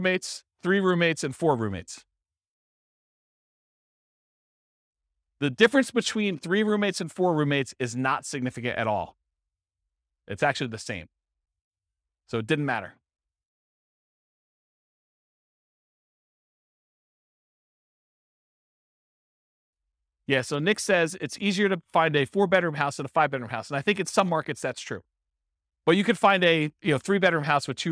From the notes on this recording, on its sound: This was a live class recorded